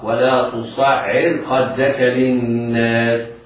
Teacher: الراء في تصعر مرققة بعدها حرف استعلاء مفتوح وهو الخاء